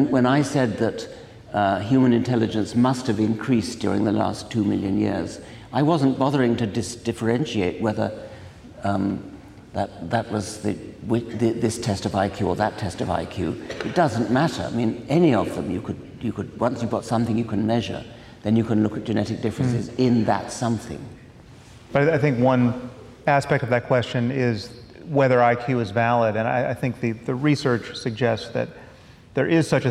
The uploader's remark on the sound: at a live event in Los Angeles